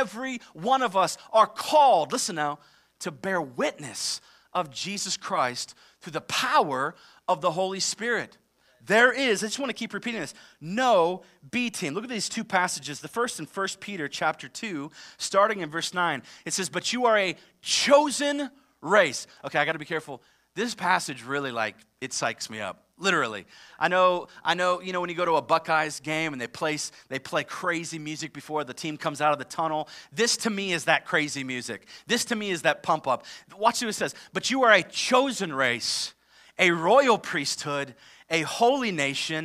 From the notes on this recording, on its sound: live from Covenant Church!